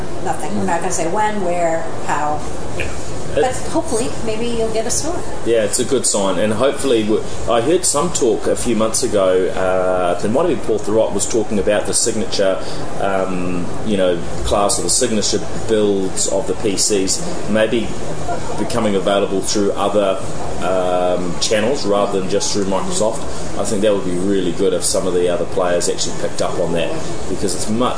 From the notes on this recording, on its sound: Reports from day 3 at Microsoft’s Worldwide Partner Conference in L.A.